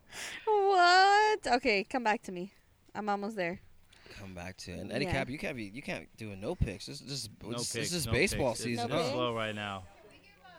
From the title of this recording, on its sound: Live Elegant Bliss Launch Party!